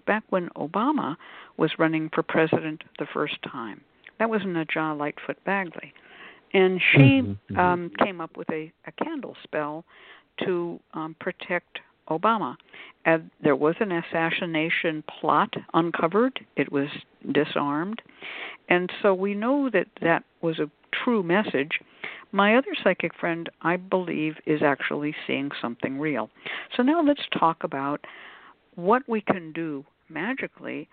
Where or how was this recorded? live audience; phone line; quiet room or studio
phone line